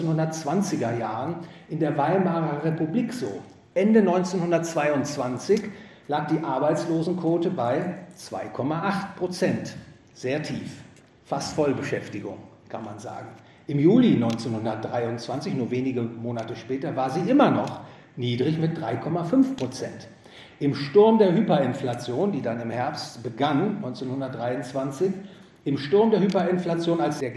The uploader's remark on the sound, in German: Gehalten auf dem GVS Finanzkongress. In Wien.